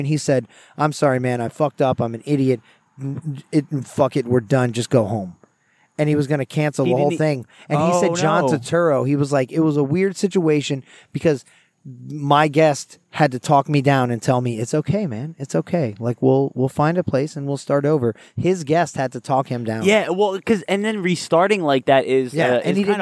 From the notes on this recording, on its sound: Recording at Lake Eola